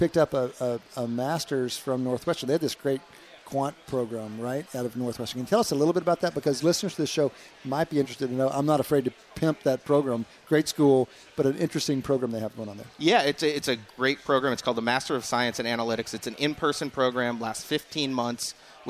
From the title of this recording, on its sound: at the Wharton Sports Business Summit 2018